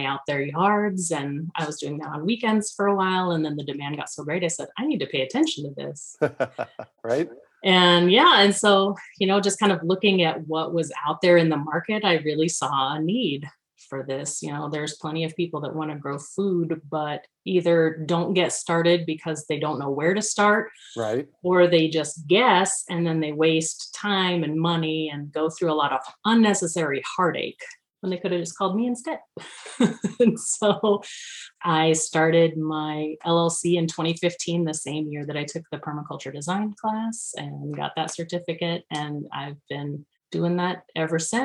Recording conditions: video call